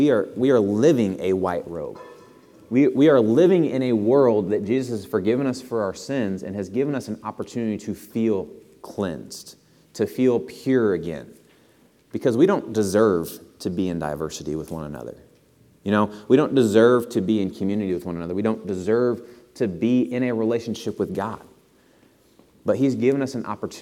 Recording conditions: large echoing room